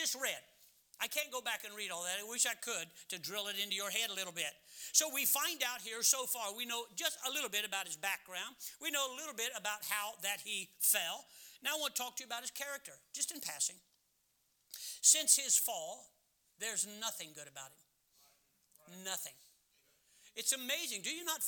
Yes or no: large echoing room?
yes